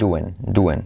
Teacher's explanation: Y hacemos la I como E. Doing se convierte en duen